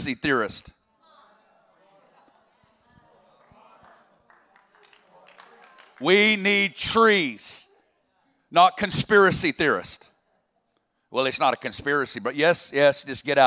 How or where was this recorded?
live audience